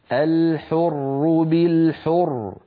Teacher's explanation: بالحر والعبد إلى آخر الآية، لكن لو وقفنا الحر بالحر عندئذ تسكن الراء المشددة وقبلها مضموم فتفخم